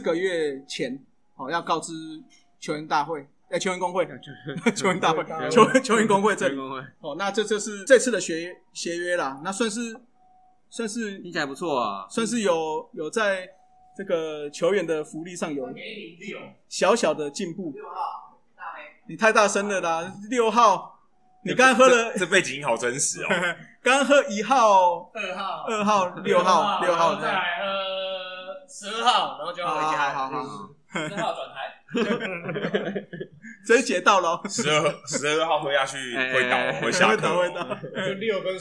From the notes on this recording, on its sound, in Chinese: 漂浮台北。酒吧內錄音，音質較差，請見諒。